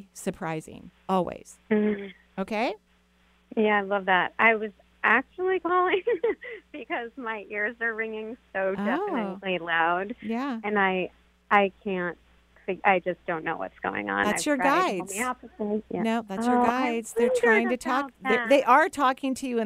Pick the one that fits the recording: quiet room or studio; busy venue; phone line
phone line